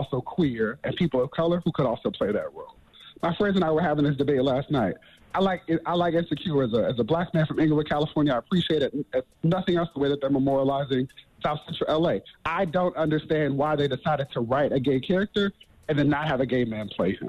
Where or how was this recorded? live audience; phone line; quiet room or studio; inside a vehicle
phone line